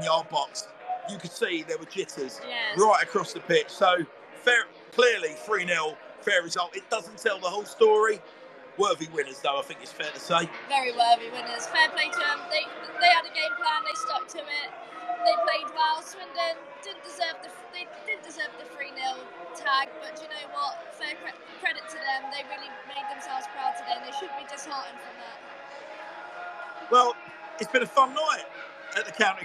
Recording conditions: busy venue